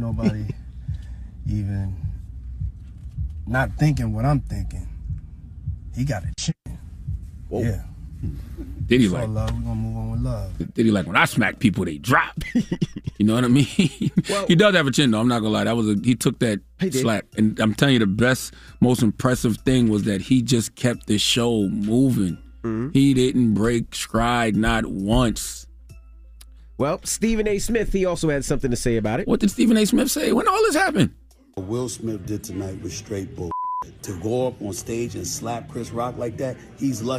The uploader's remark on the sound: Today on the show it was only right to open up phone lines see what our listeners thought. We also open the phone lines.